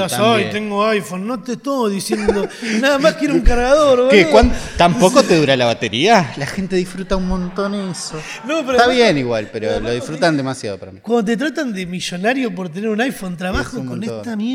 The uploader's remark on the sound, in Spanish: En vivo desde Rosario.